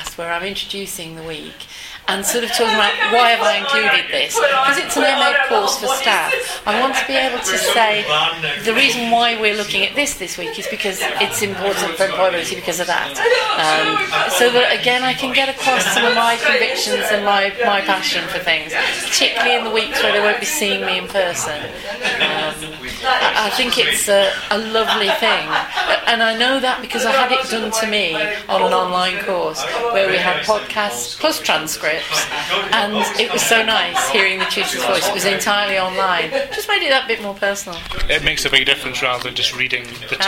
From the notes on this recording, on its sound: An Outside Broadcast from the SEDA Conference. It was recorded live during the session by the participants, and roughly edited together during the 45 minute session. 10 minutes of post workshop editing completed the job and got it online.